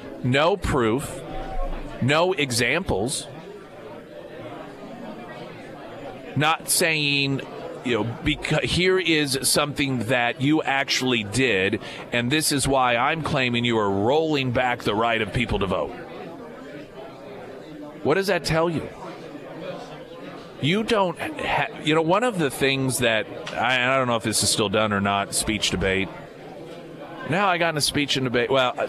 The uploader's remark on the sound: live at Scramblers Diner for the Friday Road Show